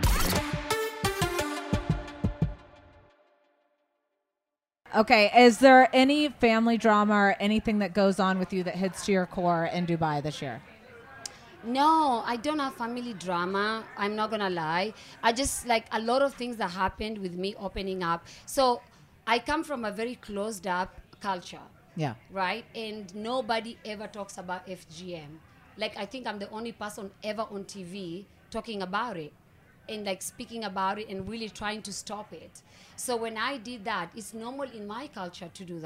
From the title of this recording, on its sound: Live from BravoCon